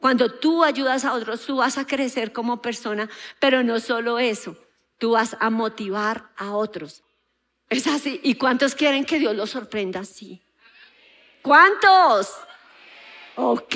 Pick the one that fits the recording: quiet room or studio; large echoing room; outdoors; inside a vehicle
large echoing room